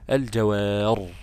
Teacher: ربنا يقول وله الجواري المنشآت في البحر كالأعلام في سورة الرحمن، وله الجواري هي بالياء ولكن حذفت الياء فبقت الجوار بالراء. لما هقف عليها هقف عليها بالراء المفخمة طبعا